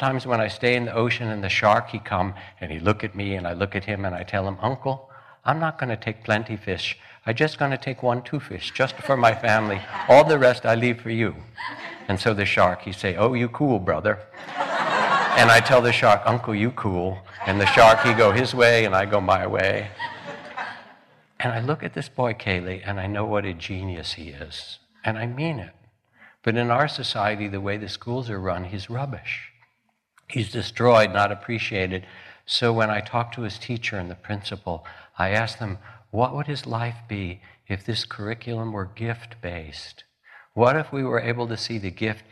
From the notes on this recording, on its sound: Live from the Spring Insight Meditation Retreat at Spirit Rock